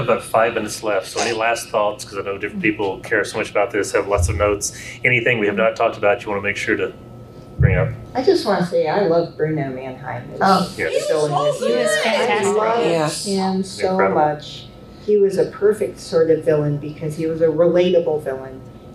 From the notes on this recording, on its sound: served as a panelist for the Superman & Lois Season 3 panel at Dragon Con